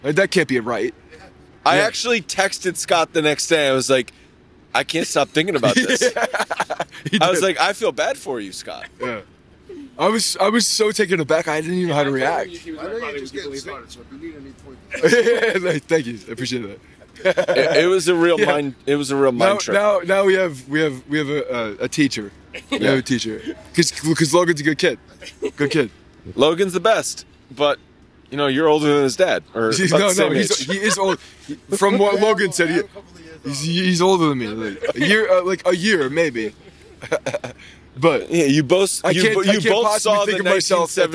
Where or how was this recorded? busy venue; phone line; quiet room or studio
busy venue